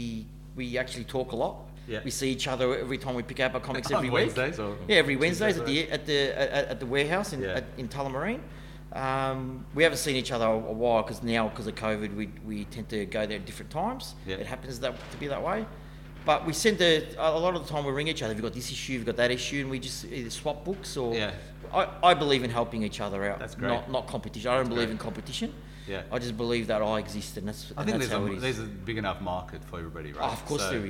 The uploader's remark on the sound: In our first face to face episode since start of lockdown. Took the show on the road to the Big City Comics store in West Melbourne.